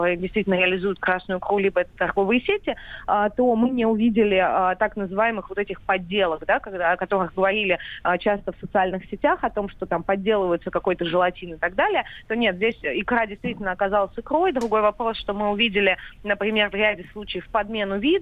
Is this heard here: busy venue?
no